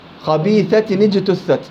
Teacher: حركت النون التقاء الساكنين · Term: نون التنوين